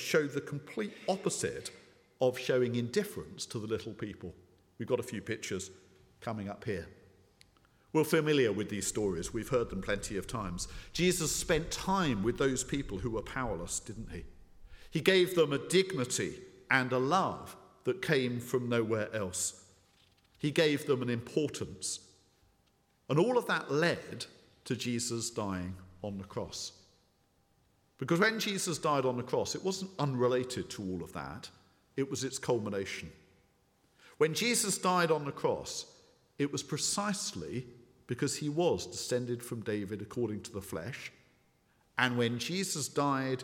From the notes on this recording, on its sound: speaking at the 9:30 service